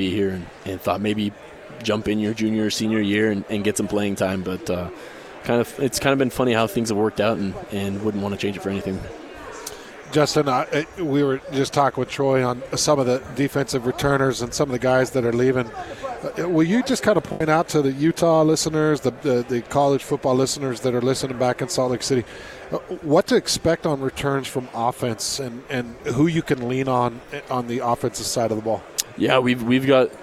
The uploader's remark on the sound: live from Pac-12 Media Day